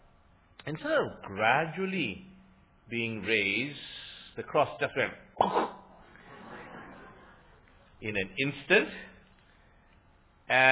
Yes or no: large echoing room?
yes